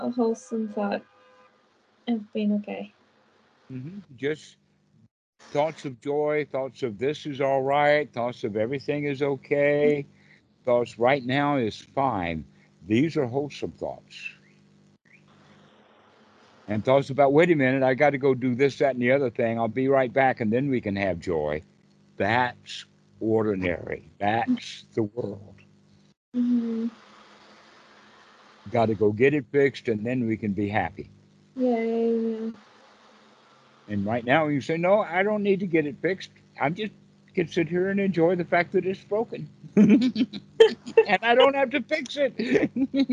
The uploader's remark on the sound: Skype calls on this channel.